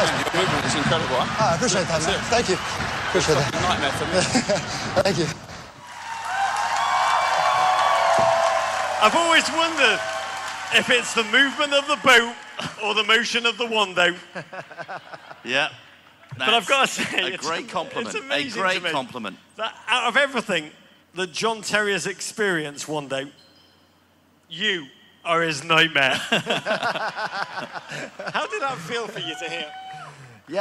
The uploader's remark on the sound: MLS All-Star Special Live in San Jose. Live Show in San Jose, California.